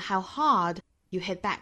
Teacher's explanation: How hard you hit back.用多么大的力气去还击，这个大汉语的话我们也是会强调的，所以说呢 how hard you hit back 里面的 hard 也是需要做格外的强调的 · Term: 重读